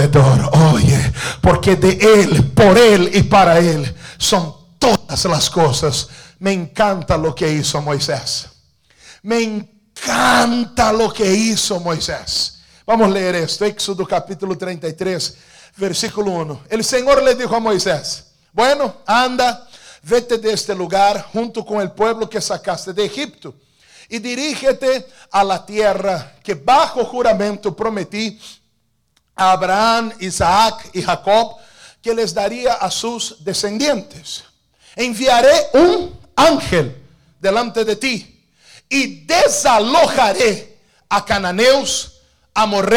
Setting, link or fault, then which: setting, large echoing room